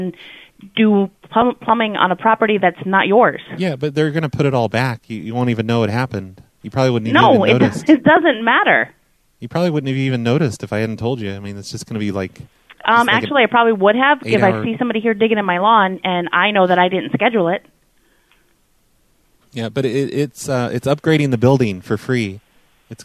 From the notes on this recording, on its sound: A bunch of mediocre phone calls to apartment complexes about water issues, pool tables and genetically modified stalks of corn.